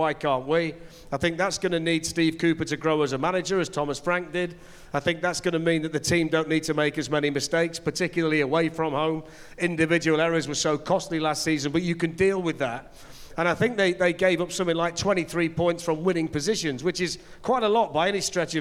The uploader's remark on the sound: GARIBALDI RED LIVE! | SOLD OUT SHOW IN FULL